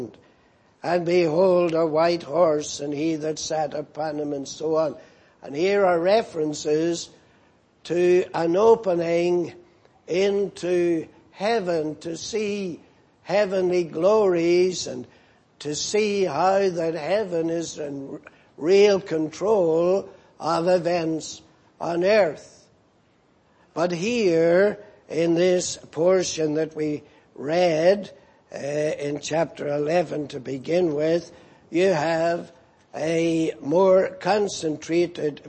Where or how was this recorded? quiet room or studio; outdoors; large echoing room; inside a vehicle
large echoing room